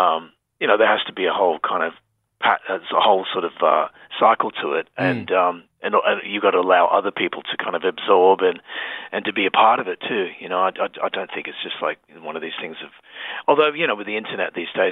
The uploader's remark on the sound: Jumped on the phone.